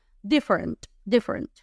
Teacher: Le metemos la R suavecita, una T pesada.